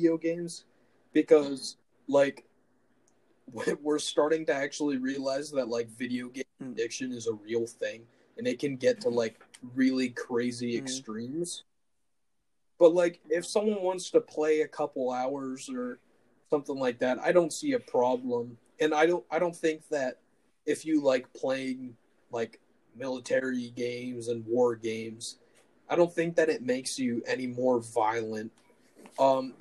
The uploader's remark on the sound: This was recorded via online conferencing, so please excuse instances of poor quality.